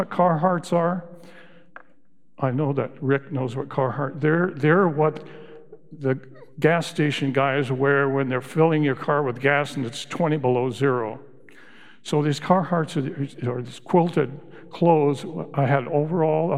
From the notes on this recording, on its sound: Recorded live at Beatitudes Church in Phoenix, AZ